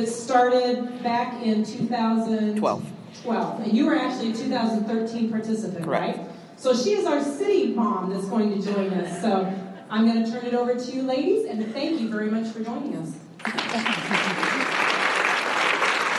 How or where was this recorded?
busy venue